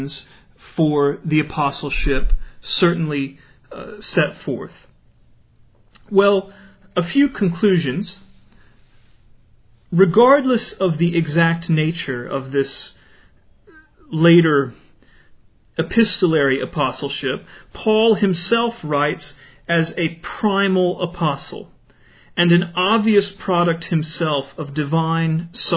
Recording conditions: large echoing room